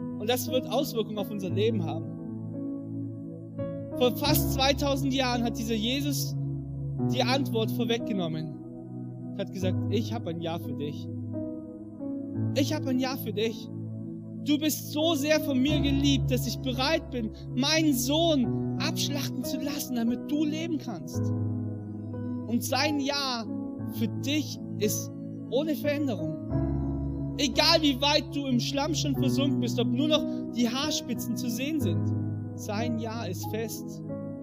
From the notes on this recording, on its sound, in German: im Rangergottesdienst in der Life Church Ansbach